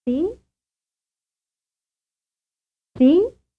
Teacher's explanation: Said with a high or stress rise intonation